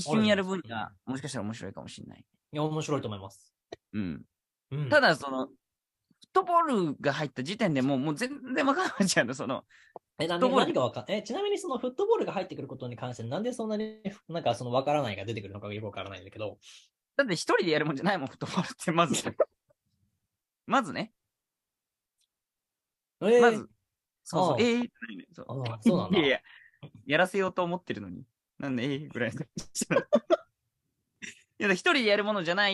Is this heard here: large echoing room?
no